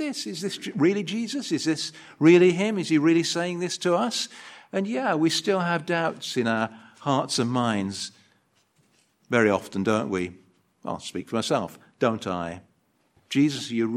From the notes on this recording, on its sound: An edited video recording of the Sunday service.